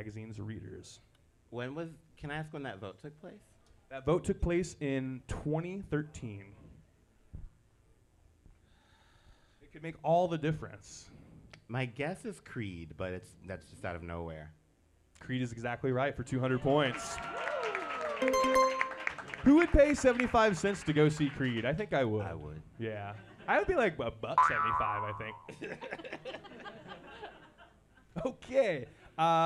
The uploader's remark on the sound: Live recording of Quiz-o!